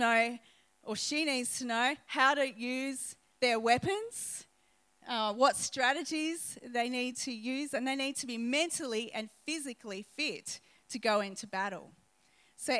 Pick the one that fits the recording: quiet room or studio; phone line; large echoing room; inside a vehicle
large echoing room